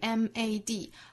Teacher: 我们说到这个音呢口腔内发音位置是比较靠后的